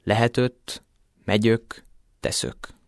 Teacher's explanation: a hangsúlytalan, azaz második vagy harmadik szótagban a zárt ö hanghelyén labiális, ajakkerekítéses ő hangot ejtenek · Term: hangsúlytalan őzés